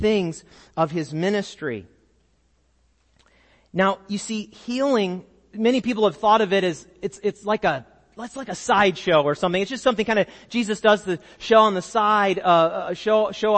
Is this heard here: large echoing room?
yes